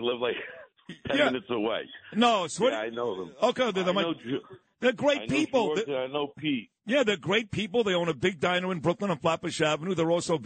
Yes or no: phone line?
yes